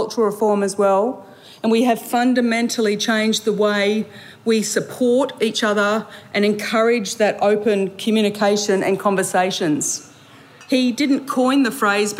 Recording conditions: busy venue